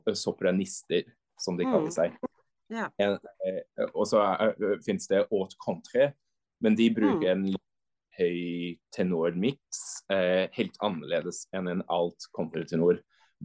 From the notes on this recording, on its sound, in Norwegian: Vi sitter ikke på samme sted, men vi snakker sammen på Zoom – jeg i Oslo og han i Zürich.